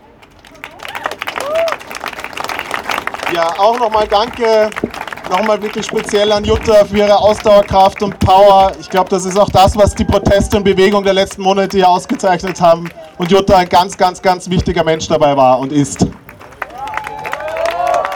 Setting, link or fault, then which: setting, outdoors